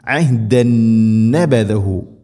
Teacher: ആഹദു അഹ്ദൻ എന്നൊന്നും ഓതരുത് ആഹദു അഹ്ദൻ നബദഹു അഹ്ദൻ തൻവീന് ശേഷം നൂൻ തൻവീനിനെ നൂനിലേക്ക് ഇദ്ഗാം ചെയ്യണം ഇദ്ഗാം ബിഗുന്ന അഹ്ദൻ നബദഹു മണിച്ചുകൊണ്ട് ഉച്ചരിക്കണം നബദഹു നബസഹു അല്ല നബദ നബദഹു